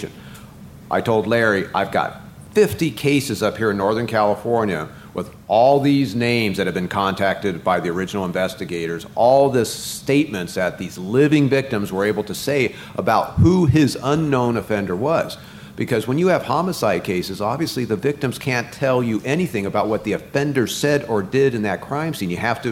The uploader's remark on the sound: Live From CrimeCon